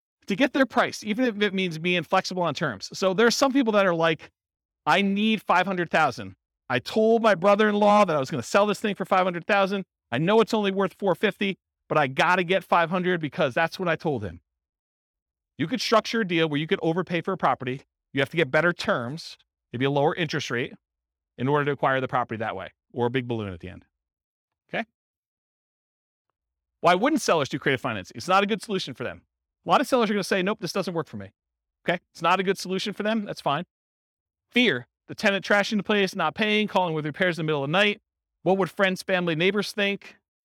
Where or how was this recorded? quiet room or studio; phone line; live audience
live audience